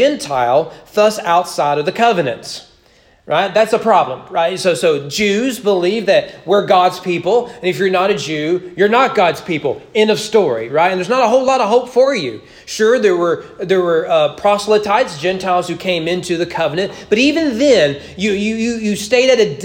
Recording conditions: large echoing room